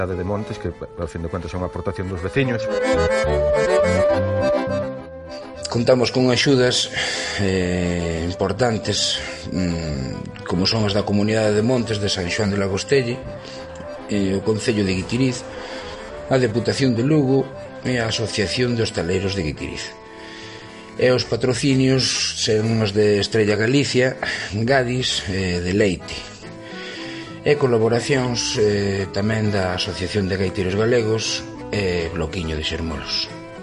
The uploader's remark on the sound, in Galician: Desde a Praza da Chousa (Combarro &#8211; Poio). Programa especial no Armadiña Rock 2020. Desde a Praza da Chousa (Combarro – Poio).